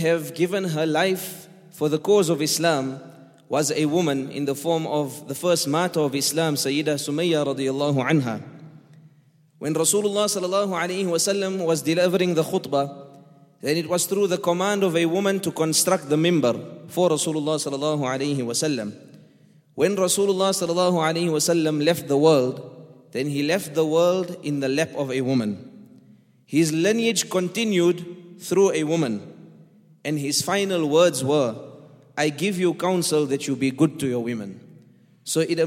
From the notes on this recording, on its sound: on 16th August 2019 at The Houghton Masjid (West Street)